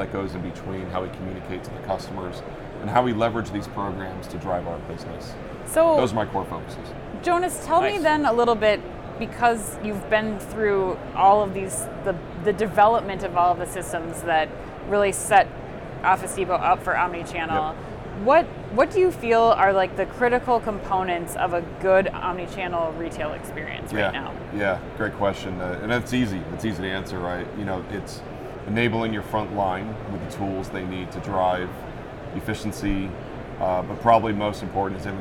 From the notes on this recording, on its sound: Live From NRF 2024.